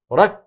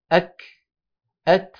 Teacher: فياتون بصفه الشده ويبترون الكاف والتاء ولا ياتون بهمسها · Shown in: first take · Term: كاف مبتوره